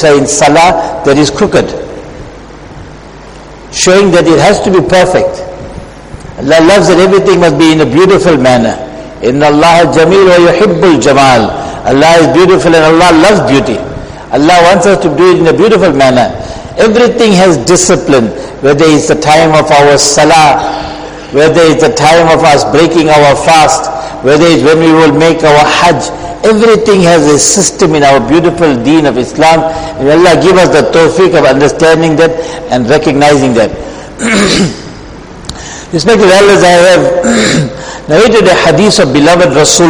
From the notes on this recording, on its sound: Jumuah lecture